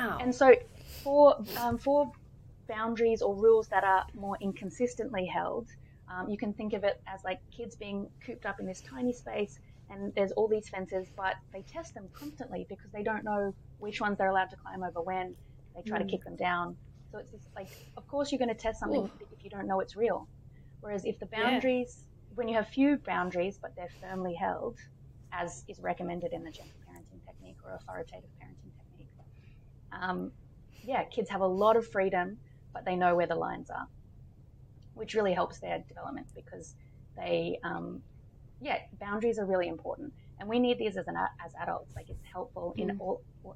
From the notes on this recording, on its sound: Yes, our audio quality is trash right now. New mics are on the way.